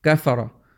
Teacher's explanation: if you pronounce it with less care, it's possible that you decrease the haraka of kaf · Term: Ikhtilas